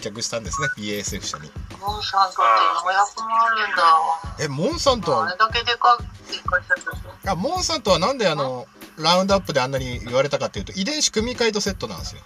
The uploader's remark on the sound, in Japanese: クラハで許可貰いながら収録とゆう斬新な方法を開発した。